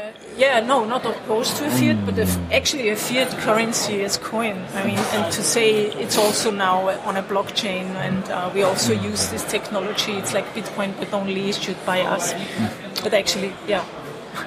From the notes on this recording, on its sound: Recorded at the Israel Bitcoin Summit in January 2019.